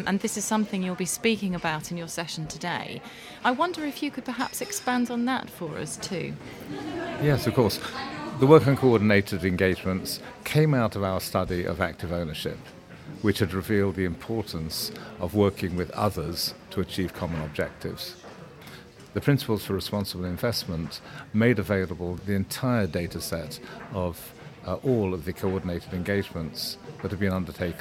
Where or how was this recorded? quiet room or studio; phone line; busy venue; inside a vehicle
busy venue